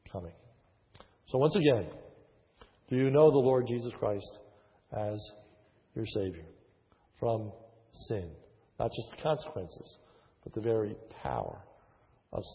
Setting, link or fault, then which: setting, large echoing room